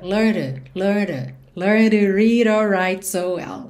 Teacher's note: To ficou learned, learned, porque o ed learned não é pronunciado, o d é consoante oclusiva, pode aparecer mais, menos ou nada, e também já pode ligar no t do to, só que esse t do to foi reduzido para rarara. Então a gente tem learn, do n já vai para o r, learned, learned, learned to read or write so well.